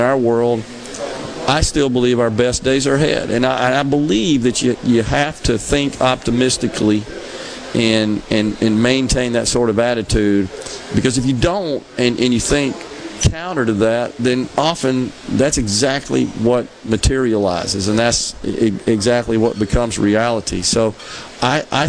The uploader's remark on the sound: MidDays is LIVE from Gulfport High School